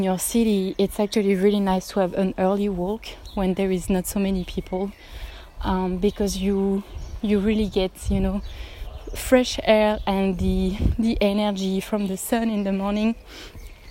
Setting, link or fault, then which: setting, outdoors